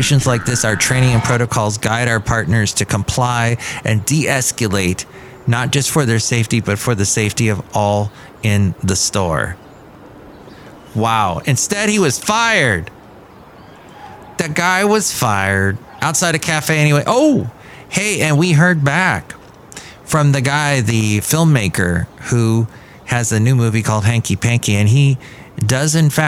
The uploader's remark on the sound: Podcasts live from Café Anyway.